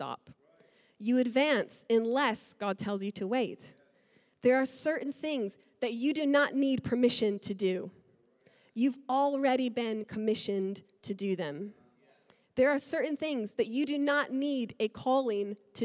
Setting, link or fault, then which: setting, large echoing room